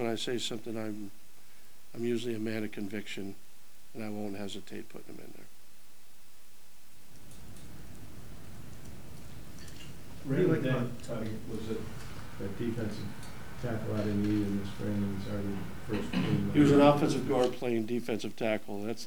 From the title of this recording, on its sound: Press Conferences & Post-Game Interviews